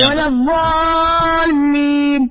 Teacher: الأمر الأول الضاد، حاول تخلي الضاد ليست مخرج الضاء، يعني الضاد أخت الصاد مختلفة تماما عن الضاء أخت الطاء، لأن الضاء تخرج من طرف اللسان، أما الضاد تخرج من حافة اللسان منحرفة أكثر جهة أيسر الفم أو أيمنه من الضاء. والضالين فيها مد طويل 6 حركات.